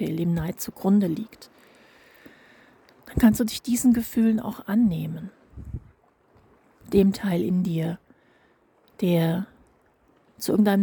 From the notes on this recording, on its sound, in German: Dieser zweiten Sabbatical Podcast Folge, die ich auf einem Steg im Meer sitzend in einer FastVollmondNach für euch live eingesprochen habe.